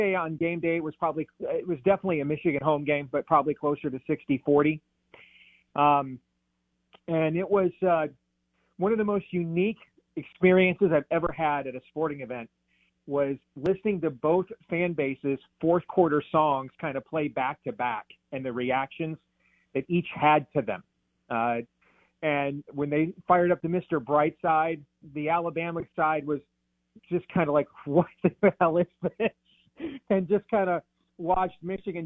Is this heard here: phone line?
yes